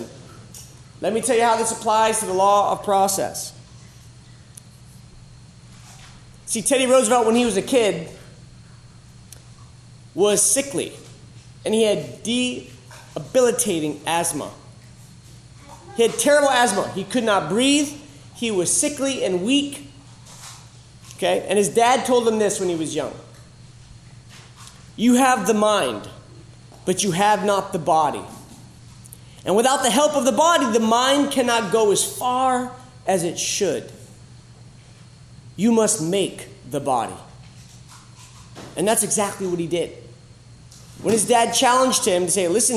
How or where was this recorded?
live audience